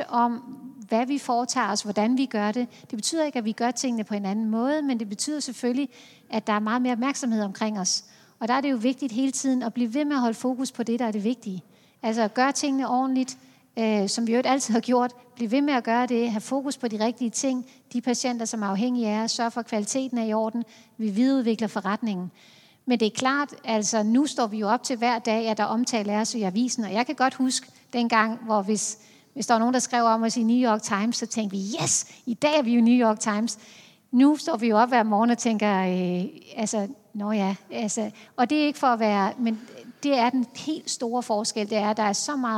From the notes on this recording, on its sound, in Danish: På scenen efter hendes oplæg, og interviewet udgives her som podcast.